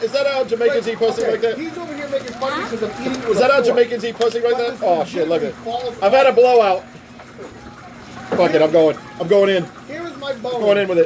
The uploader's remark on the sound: Live from ritchies